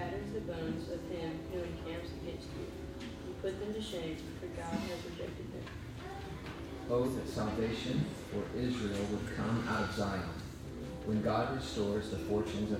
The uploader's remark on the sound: The second session of a four-part series delivered at Grace Bible Church of Conway in December of 2021.